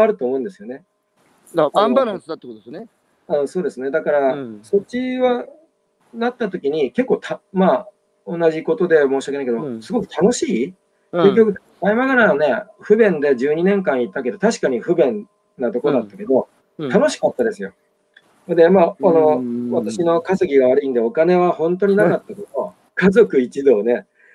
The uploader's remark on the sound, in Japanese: 歩きながら1時間、対談する